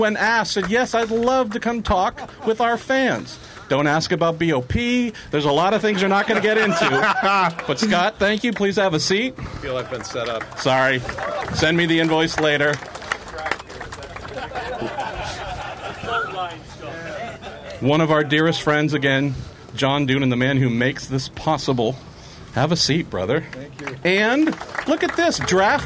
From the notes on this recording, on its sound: Live with Mazda From Daytona. Join in the fun from the Rolex 24 At Daytona edition of The Week In Sports Cars Live featuring Mazda Team Joest. To entertain more than 100 fans with stories and Q&A.